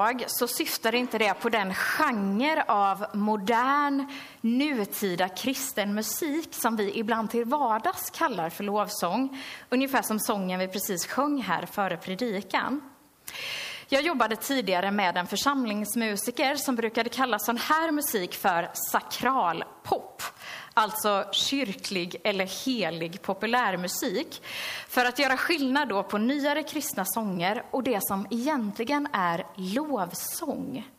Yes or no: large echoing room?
yes